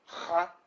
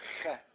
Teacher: In Sephardic, there's a tiny difference, which we're not so sensitive to. The Chaf comes from a deeper part of the throat. See, Cha, Che. The Che comes from the palate